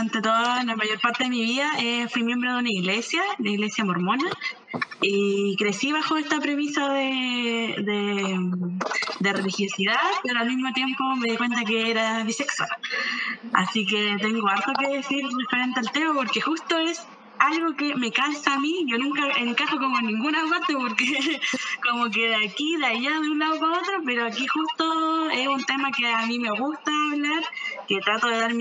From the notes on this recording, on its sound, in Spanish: Tengan paciencia con el audio porque nos jugó mala pasada